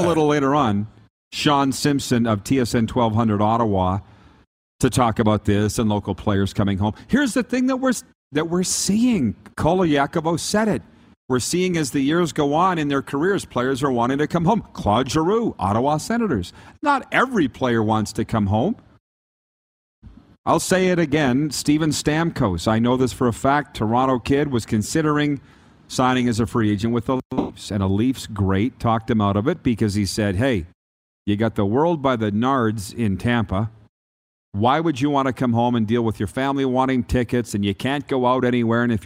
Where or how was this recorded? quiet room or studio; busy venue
busy venue